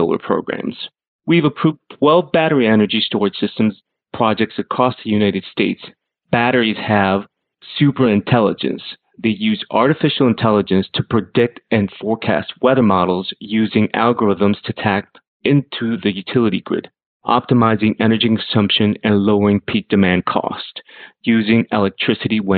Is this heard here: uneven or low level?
no